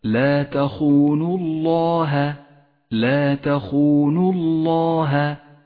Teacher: انتبه إلى ترقيق حرف الهاء في لفظ الجلالة